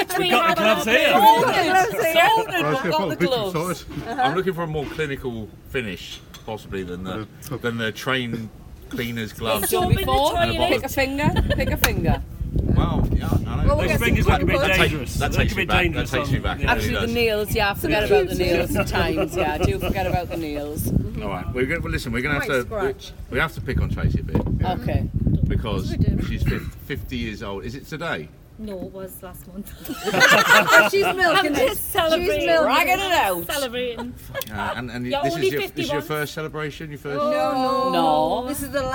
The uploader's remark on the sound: A spontaneous Dragcast episode from McGlynn's in Kings Cross.